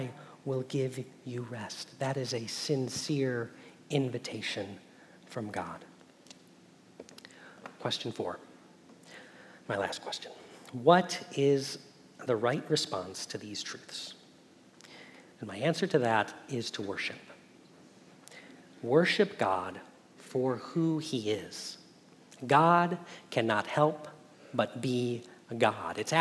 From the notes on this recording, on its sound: Message Preached at Valley Creek Church